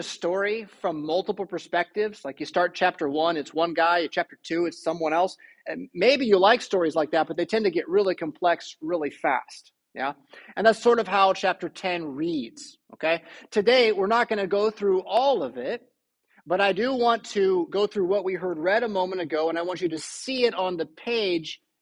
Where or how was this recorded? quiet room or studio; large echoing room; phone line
large echoing room